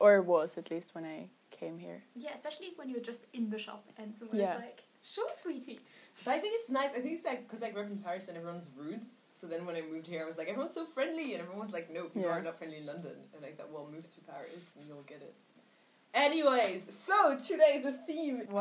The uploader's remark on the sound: This was recorded the day of the hand-in and on day 12 of my quarantine so the vibes were chaotic, but chaotic good. Excuse the sound quality, still don't have a mic and this was very improvised.